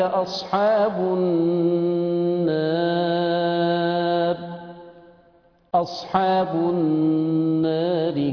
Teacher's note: أنا تعمدت أقف عشان أجيب التقليل على الرغم من سكون الراء، عشان أبين لكم إن سكون الراء لم يؤثر في التقليل للورش.